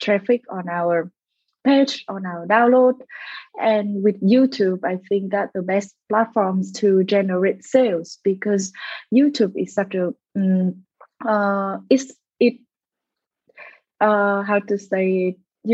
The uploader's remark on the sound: This episode was recorded through a Zoom-call on February 15, 2022.